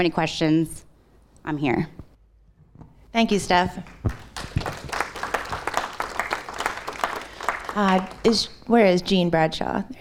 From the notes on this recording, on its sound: we present a live recording of our Post-9/11 Veterans Storytelling event in Beaver County, Pennsylvania